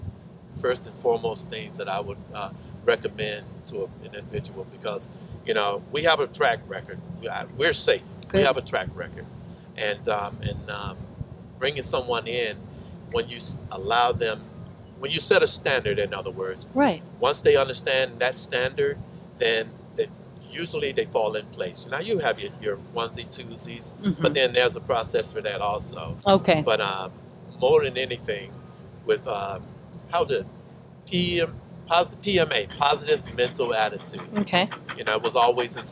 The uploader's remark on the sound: Coming at you from Naval Base San Diego, afloat on a live crane.